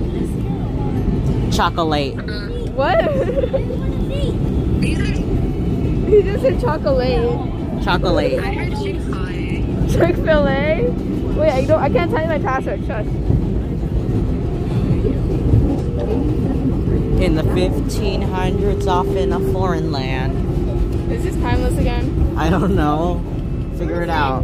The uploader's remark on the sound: THE NEW YORK CITY SUBWAY, with an AUDIENCE! Between Queensboro Plaza and Flushing-Main St.